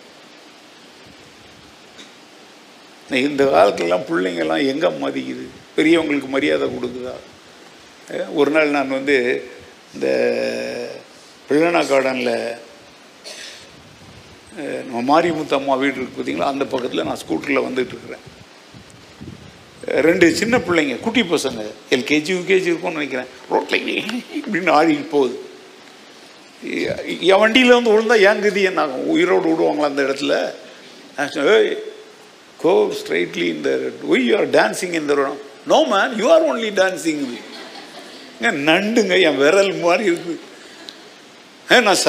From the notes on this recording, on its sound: Sunday 2nd Service Sermon Live